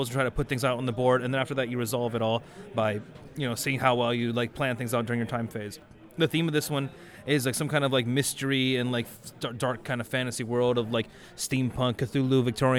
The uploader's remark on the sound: Recorded straight from Essen Spiel 2016.